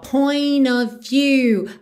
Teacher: Aqui a gente não ouve o T de point e a gente junta o N direto no O.